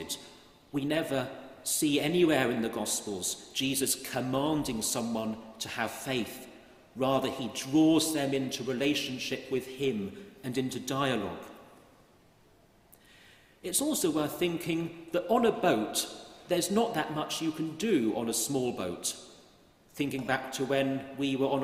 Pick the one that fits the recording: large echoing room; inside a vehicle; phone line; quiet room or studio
large echoing room